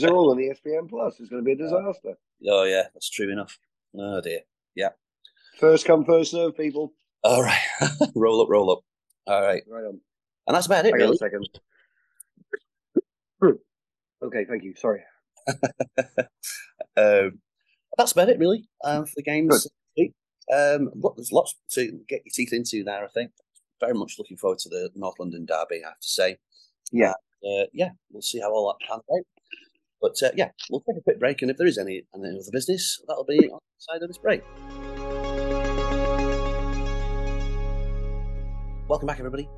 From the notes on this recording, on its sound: Chat over Zoom